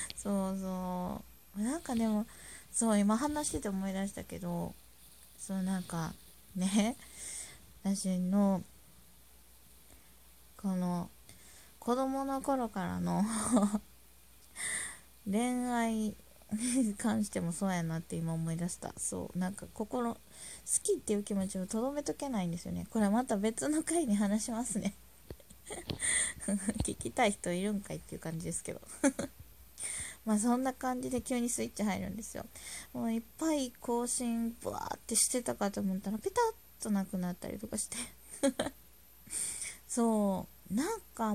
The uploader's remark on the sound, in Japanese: 雑音あり。音量注意。